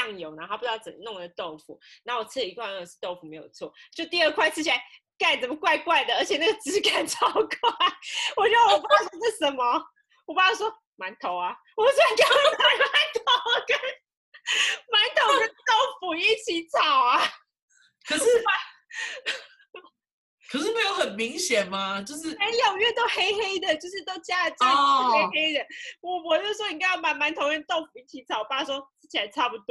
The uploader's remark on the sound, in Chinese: 初期音質不佳